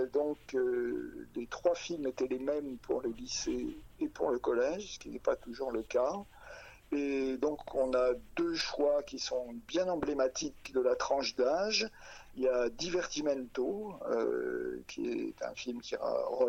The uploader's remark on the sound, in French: Entretien téléphonique